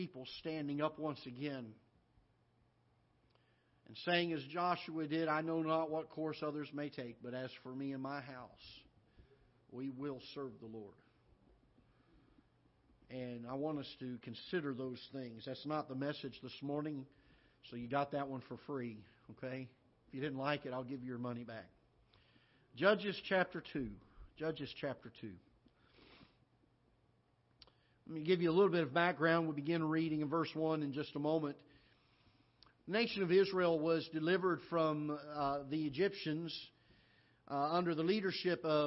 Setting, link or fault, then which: setting, large echoing room